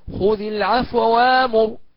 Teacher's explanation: وإن كان في وجه آخر في هذه الكلمة بالذات، وهو ما يسمى الاختلاس بسبب ثقل حرف الواو مع الواو، فيعني يقرأ هذه الكلمة بالإدغام المحض وكذلك بالاختلاس، فيقول خذ العفو وامر، ده الإدغام، والاختلاس هكذا خذ العفو وامر، هكذا الاختلاس حركة الفتحة في الواو الأولى